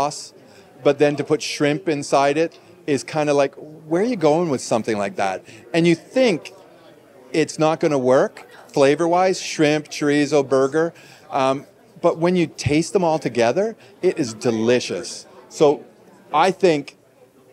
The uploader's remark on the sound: These interviews were conducted live at Knott’s